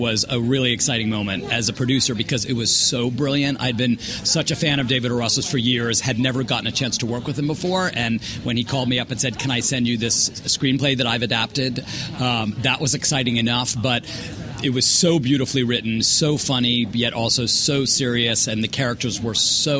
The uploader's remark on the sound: Script to Screen goes on location at the Santa Barbara Film Festival